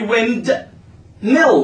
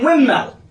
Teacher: The D sound is gone. It's not pronounced anymore. · Shown in: second take · Okay, why? This is called historical elision.